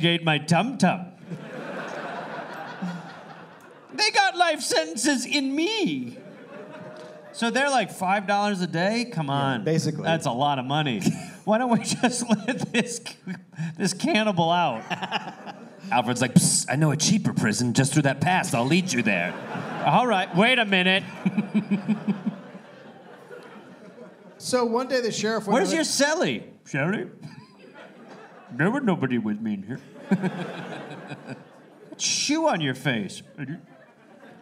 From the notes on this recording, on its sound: Recorded live at Comedy Works South in Denver.